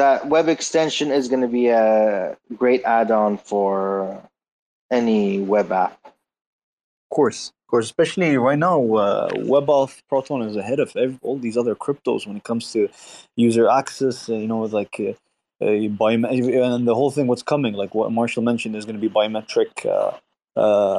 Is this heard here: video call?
yes